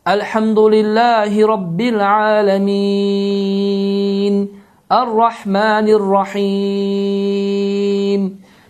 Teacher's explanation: Qeyd etdiyimiz kimi, əgər sözün sonunda vəqf olunarsa, hər hansı bir hərf olarsa və həmin hərfdən əvvəl məd hərfi olarsa, məd gələrsə, uzadılma gələrsə, həmin bu qayda məddül arid sukun adlanır ki, bunun da hökmü, deməli, 2, 4 və ya 6 hərəkə uzadılması caiz sayılır · Term: məddül arid lissukun